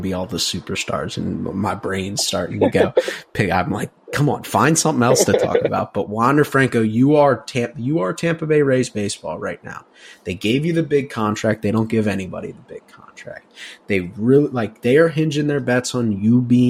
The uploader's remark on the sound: Coming live from the Honda Accord